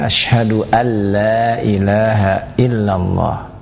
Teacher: Nunnya masuk kepada huruf lam dengan hukum idgham bila gunnah